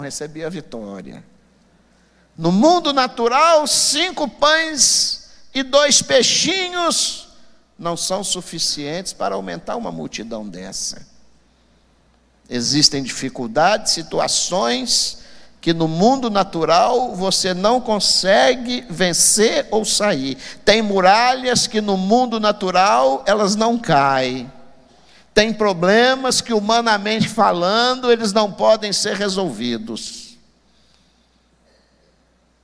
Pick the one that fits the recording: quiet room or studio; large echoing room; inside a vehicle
large echoing room